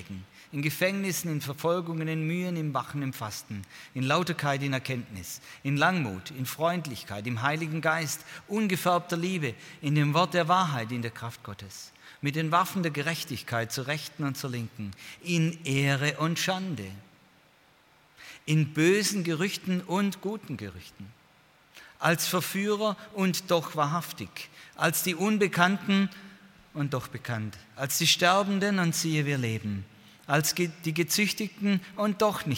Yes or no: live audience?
yes